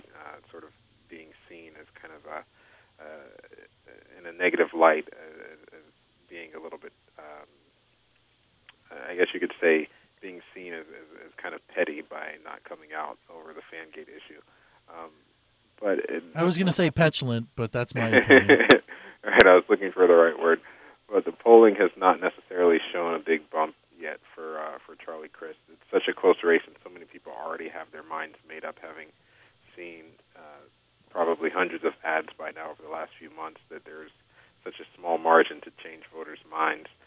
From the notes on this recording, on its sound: the studio guests are joined via phone